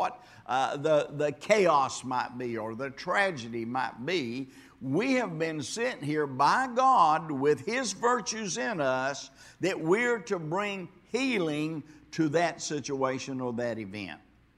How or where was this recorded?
large echoing room